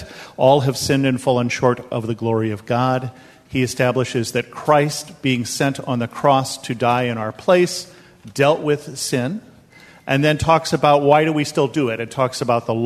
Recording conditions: large echoing room